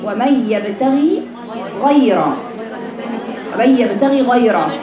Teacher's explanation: لابد أن أراعي كسرة الغين الأولى ثم فتحة الغين الثانية، ما أعملش اختلاس. وفي الآخر دي ومن يبتغي غيرا، يبتغي غا جاب حرف الكسر التام بدون مبالغة وبعدين الغين المفتوح. · Term: مظهر